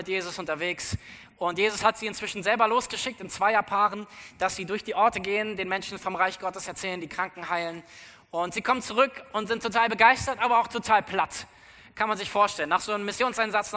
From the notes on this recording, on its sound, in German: aus unserem Gottesdienst am 14.